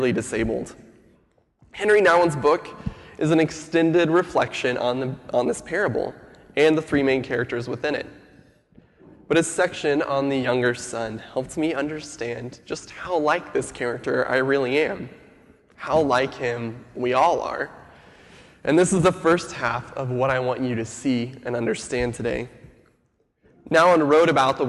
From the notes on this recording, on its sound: Sermon audio from FIBC Copenhagen.